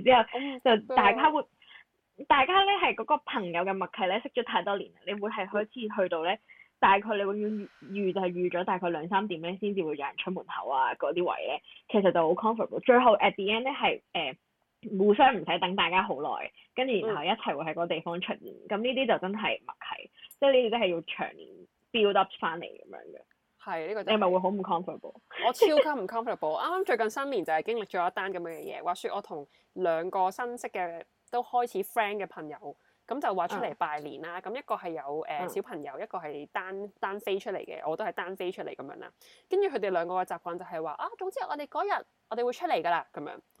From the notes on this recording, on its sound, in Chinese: 請大家包容一下今集的音質，就當我們是電台接了一個call-in進來吧